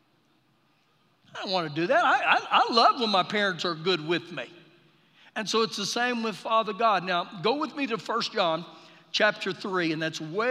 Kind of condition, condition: setting, live audience